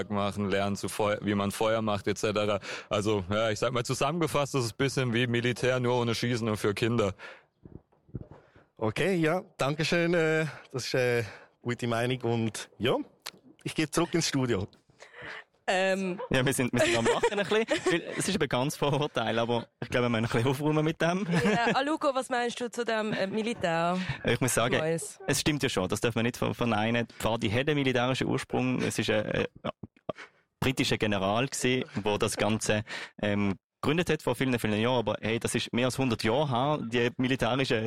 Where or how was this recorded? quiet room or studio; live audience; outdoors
outdoors